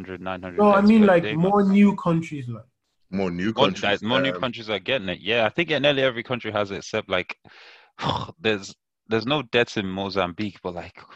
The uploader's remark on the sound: We bring you an episode over Zoom.